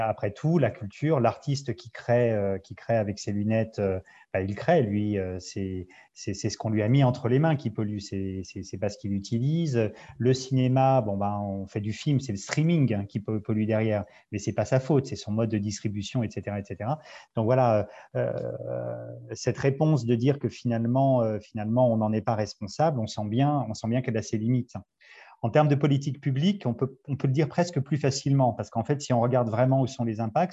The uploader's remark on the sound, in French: Séance enregistrée sur Zoom